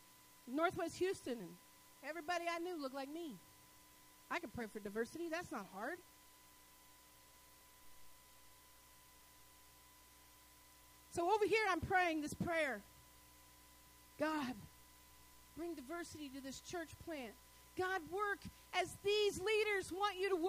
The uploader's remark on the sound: Sermons was delivered at Northpoint Community Church.